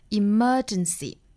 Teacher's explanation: 英音和美音区别呢英音的话呢字母二是不卷舌的